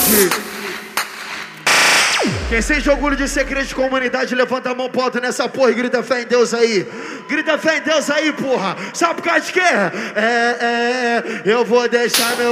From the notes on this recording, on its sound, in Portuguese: AO VIVO NO BAILE DA SUÉCIA